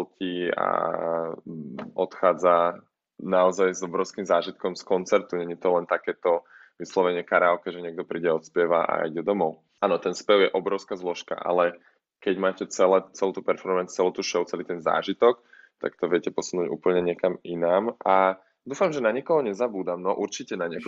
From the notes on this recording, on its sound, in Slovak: Ospravedlňujeme sa za nižšiu kvalitu zvuku, podcast sme nahrávali online.